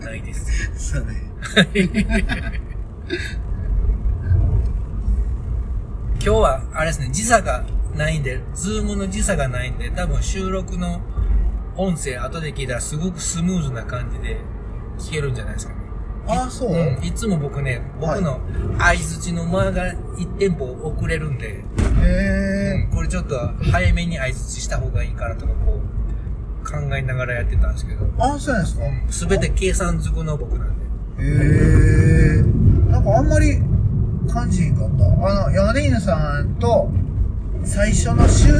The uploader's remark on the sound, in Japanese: 番外編２ 車中にて。ここからは長野県から三重県松阪市までの5時間のドライブ中の車中の会話収録です。